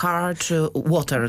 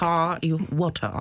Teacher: to R zanikło, pojawiła się cała grupa samogłosek długich, które mamy w brytyjskim angielskim · Shown in: second take · Term: brytyjski angielski